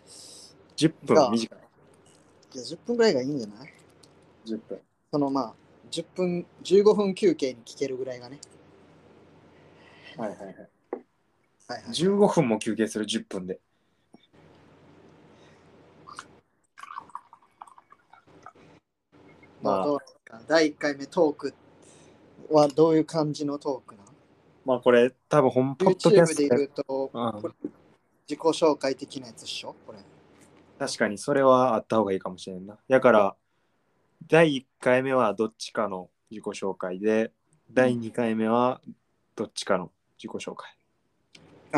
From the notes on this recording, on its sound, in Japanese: 録音アプリの使い方もままならない状態で、即席で収録しました。途切れたりお聴き苦しいかとは思いますが。